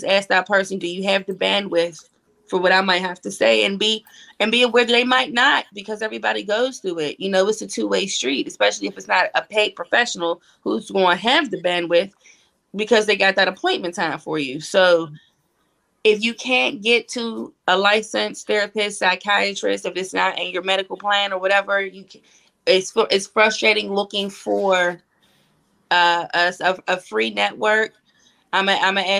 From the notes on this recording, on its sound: This episode was recorded LIVE via StreamYard